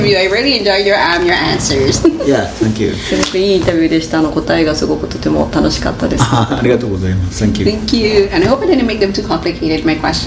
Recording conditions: busy venue